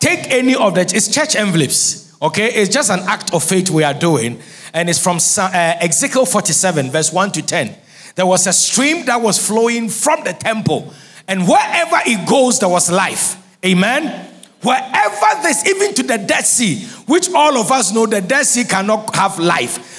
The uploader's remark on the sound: Sermon preached at CBC Shiashie Campus